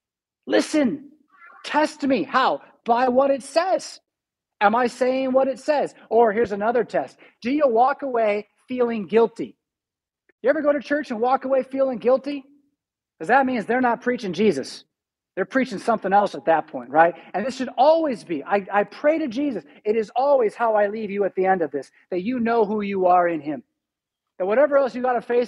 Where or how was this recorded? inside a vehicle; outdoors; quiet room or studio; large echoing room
large echoing room